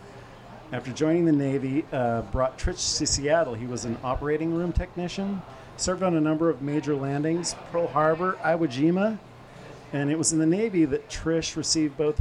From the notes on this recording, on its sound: The Crescent Lounge in Capitol Hill. Recorded live at The Crescent Lounge on 05/22/2023.